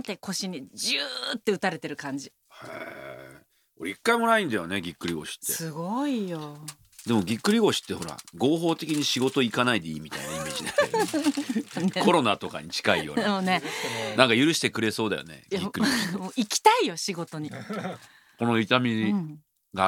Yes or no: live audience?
no